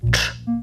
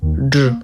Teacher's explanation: Cz to jest głoska bezdźwięczna, a dż to jest głoska dźwięczna. Przyłóżcie do gardła palce jednej ręki i wymówcie cz, dż, cz, dż.